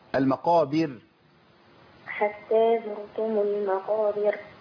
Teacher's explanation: عندي كسر قبل الراء الموقوف عليها فدي ترقق عند كل القراء على طول